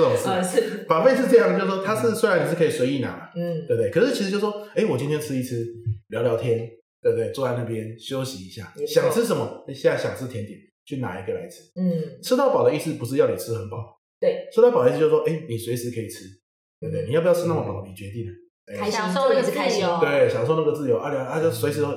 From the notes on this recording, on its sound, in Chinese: 抱歉本集回音稍重，若造成您聆聽不適敬請見諒